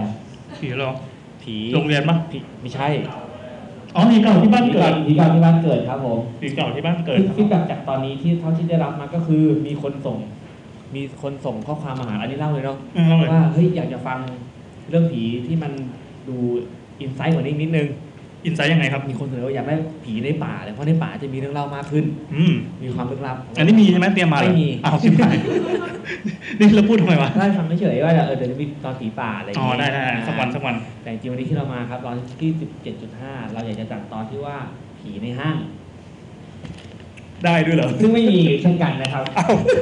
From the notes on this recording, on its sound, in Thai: Live in TK Park. เป็นเทปบันทึกการ Live on Stage ครั้งแรก. จากงาน ' PodTalk' มหกรรมชุมนุมคนทำรายการ Podcast ชาวไทยที่ผ่านมา.